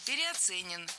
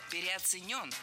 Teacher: Ударение в этом слове следует ставить на последний слог, в котором должна быть наша любимая «ё». · Shown in: second take